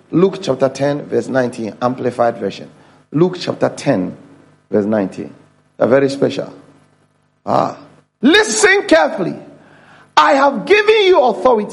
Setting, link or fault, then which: setting, large echoing room